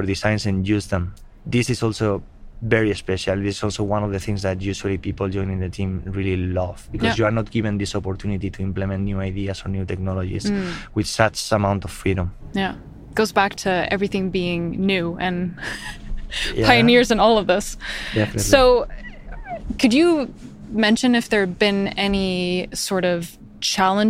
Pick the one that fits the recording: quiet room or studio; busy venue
busy venue